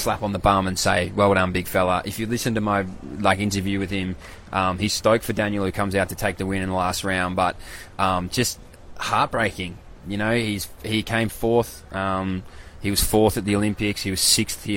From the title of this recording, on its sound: LIVE AT THE WORLD CHAMPS